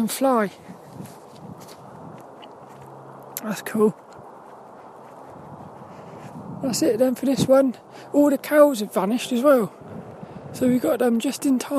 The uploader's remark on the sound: A Walk and Talk around Saltrum, the local woods. It was so cold and windy today.